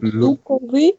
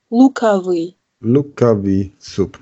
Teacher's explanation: Hier wird das O auch sowas wie mit einem A gesprochen. · Shown in: second take · Also anstatt lukový, wie man schreibt, sagt man lukový.